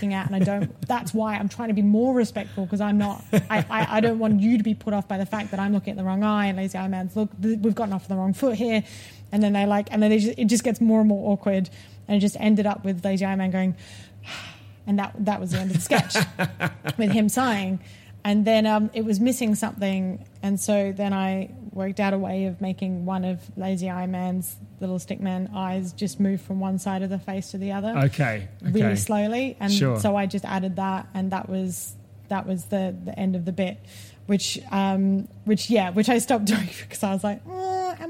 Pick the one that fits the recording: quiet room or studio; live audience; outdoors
live audience